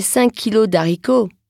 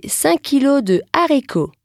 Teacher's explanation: Non, je dirai « Aujourd'hui, j'ai préparé 5 kilos de haricots ». Car oui, les haricots commencent avec un H aspiré, un H qu'on entend. · Shown in: second take